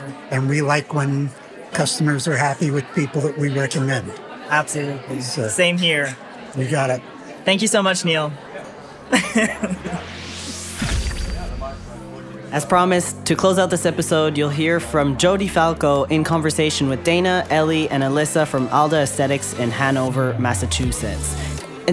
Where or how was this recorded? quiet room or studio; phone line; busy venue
busy venue